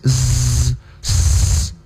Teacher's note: Maka dia akan menonjol. Seperti huruf zai, huruf sin, huruf sod, sifat menonjolnya adalah sofir. Apa itu sofir? Mendesis. Maka cuma tiga huruf ini yang harus ditonjolkan desisan daripada bacaan kita, ya, cara kita menyebut, sehingga desis ini, desis z, z, itu tidak boleh dipakai untuk huruf-huruf yang lain, termasuk huruf jim.